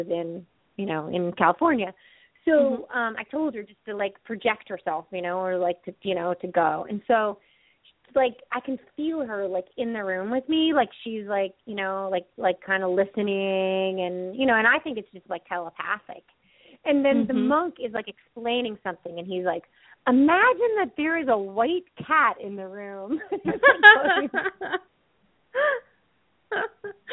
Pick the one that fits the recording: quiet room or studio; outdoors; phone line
phone line